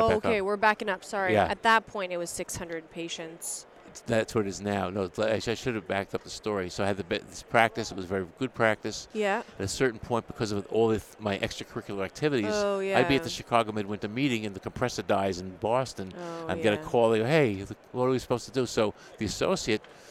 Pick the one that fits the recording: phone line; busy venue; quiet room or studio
busy venue